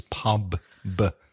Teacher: It's pub, b. Also vibration on the B. So it's the same sound at the end of pub as the beginning of bag or big.